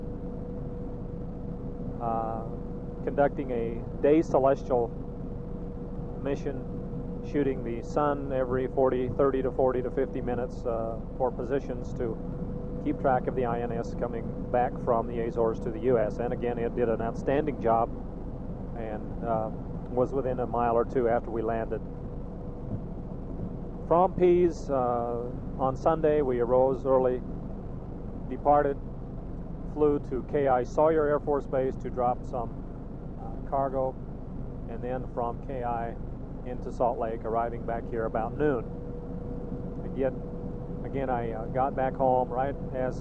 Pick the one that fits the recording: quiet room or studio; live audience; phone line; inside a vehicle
inside a vehicle